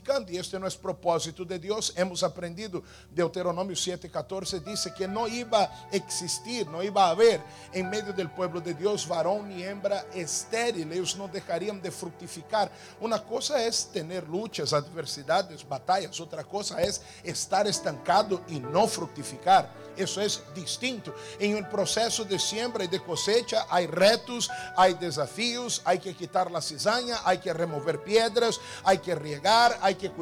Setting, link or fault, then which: setting, large echoing room